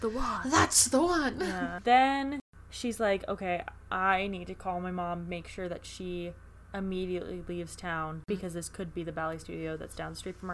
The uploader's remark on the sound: We're sorry for any sound issues we both have ADHD and sometimes can't stay still.